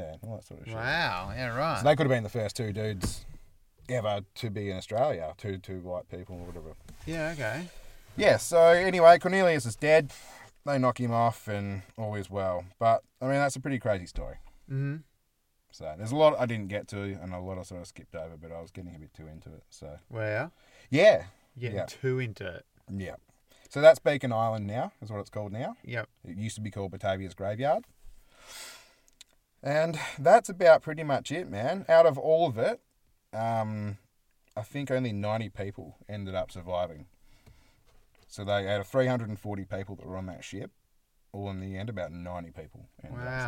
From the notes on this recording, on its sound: This week we are back in the car studio, getting the best out of the small space's acoustics and sensual basal tones.